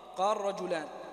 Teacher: تلاحظ أننا أدغمنا اللام في الراء وإن كانت مفتوحة وقبلها ساكن